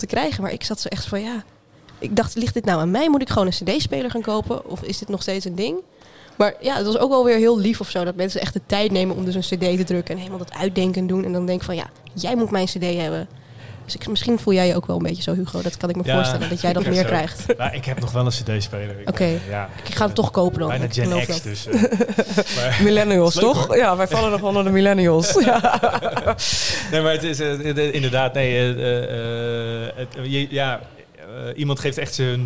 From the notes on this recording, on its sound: Live op de Muzikantendag. Bouwden we onze spullen op in de Melkweg tijdens de Muzikantendag.